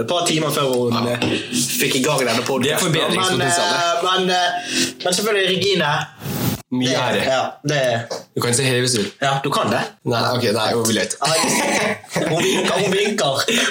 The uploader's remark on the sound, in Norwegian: Litt tekniske problemer med lyden.